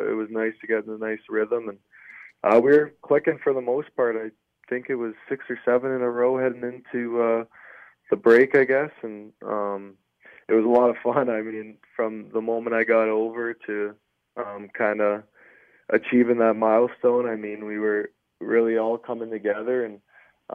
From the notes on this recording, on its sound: Chat over the phone.